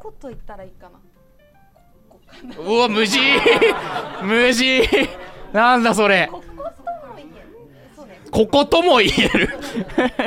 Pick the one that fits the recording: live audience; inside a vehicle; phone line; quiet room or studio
live audience